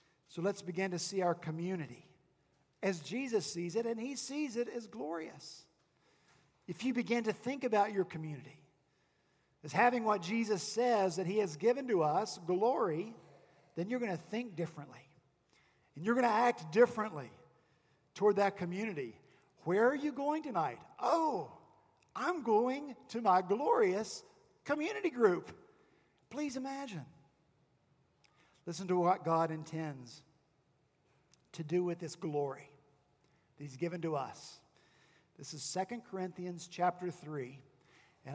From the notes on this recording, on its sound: this past Sunday, January 19 at Redeemer Presbyterian Church in Charleston, SC.